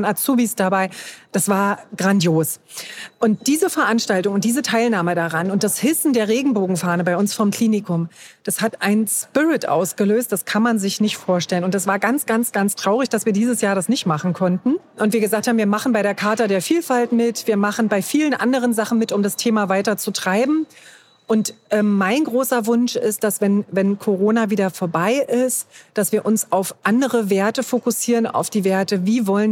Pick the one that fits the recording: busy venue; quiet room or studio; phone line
busy venue